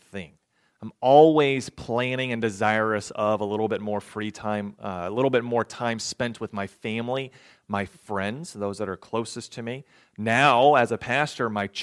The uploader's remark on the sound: recorded on December 31, 2022, at the Ringgold Seventh-day Adventist Church.